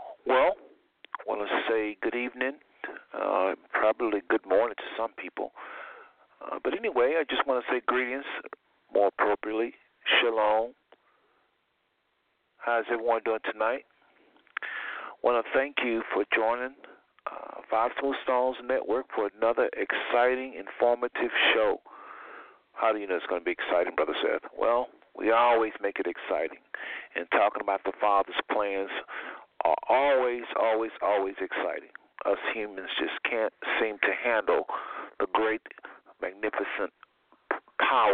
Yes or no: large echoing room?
no